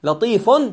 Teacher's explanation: لطيف آخره ضمة ويقرأ بعد الضمة نون، لطيف، نون ساكنة. · Term: تنوين الضم